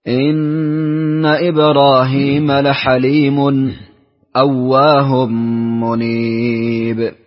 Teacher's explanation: ثم وجه خلف بالسكت على الساكن المفصول